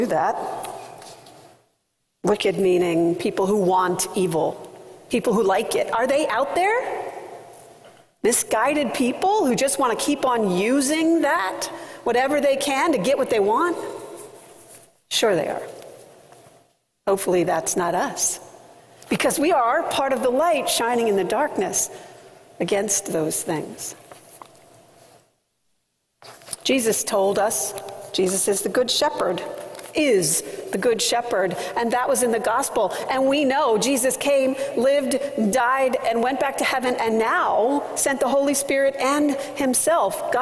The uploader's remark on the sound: Was preached at First Presbyterian Church of Allentown on August 20, 2023.